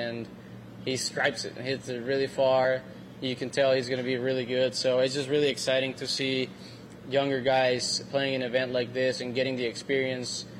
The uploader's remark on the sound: LIVE from French Lick Resort in Indiana.